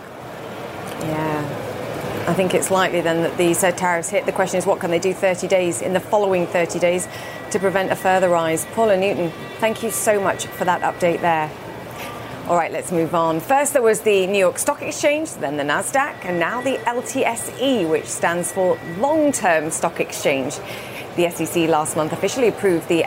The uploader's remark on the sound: live from the New York Stock Exchange